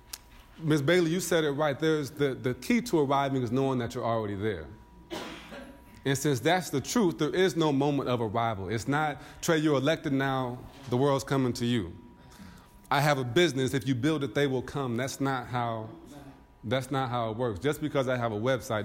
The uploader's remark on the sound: a speech with the BBE network's annual conference